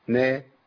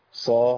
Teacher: النون مستفلة، نا والصاد مستعلية، ص